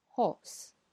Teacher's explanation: 元音后边的这个 r，很多时候就不发了